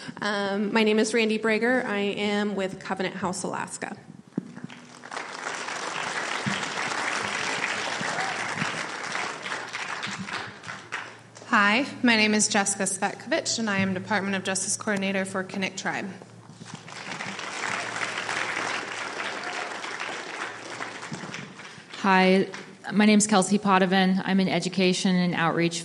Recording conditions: live audience